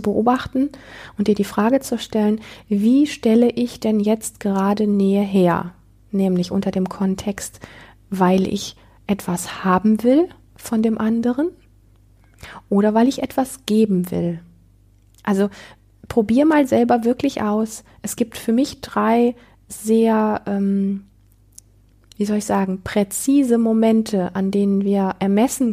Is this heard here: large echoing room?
no